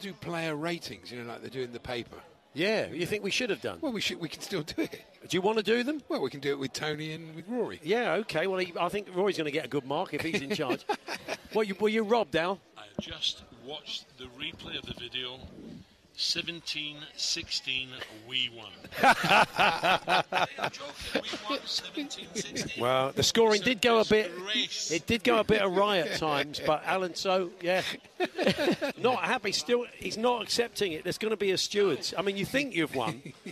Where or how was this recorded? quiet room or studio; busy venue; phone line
busy venue